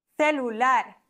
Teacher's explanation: Ich bin es nur gewohnt, das C vor E zu lispeln, weil ich das Castellano spreche